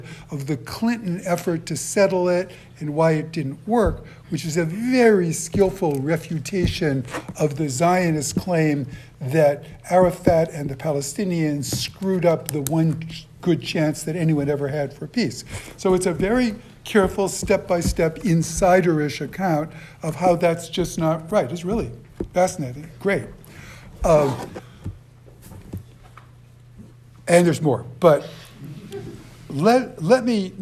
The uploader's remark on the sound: At Harvard Law. The 50-minute discussion features a robust Q & A with the audience.